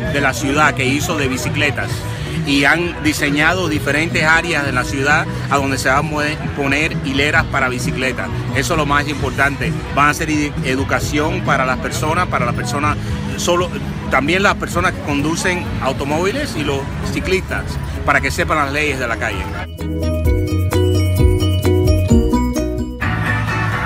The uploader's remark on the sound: On The Street. Coral Gables Bike Day.